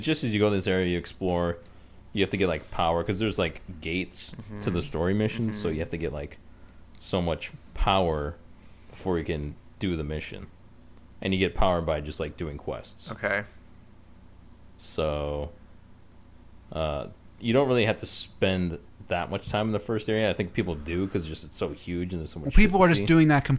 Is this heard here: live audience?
no